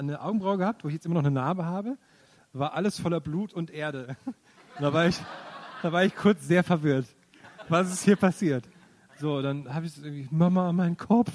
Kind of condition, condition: setting, live audience